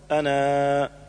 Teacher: أولا ألف أنا، حيثما كانت في القرآن مثل أنا نذير تقرأ وصلا أنا نذير مبين، وتقرأ وقفا أنا، ويوقف عليها بالألف مدا طبيعيا